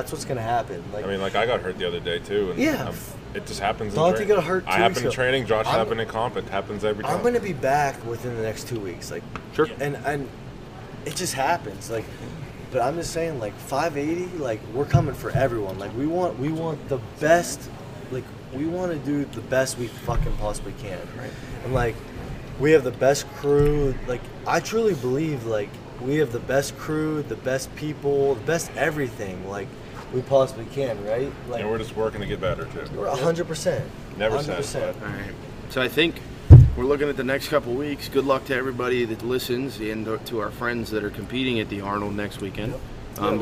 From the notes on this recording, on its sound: The 580 Show is back, live from the AIRPORT!